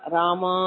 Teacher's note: तत्र मा इत्यस्माद् अकारस्य प्लुतः